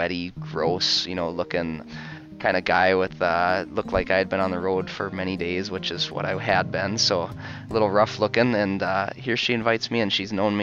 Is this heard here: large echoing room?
no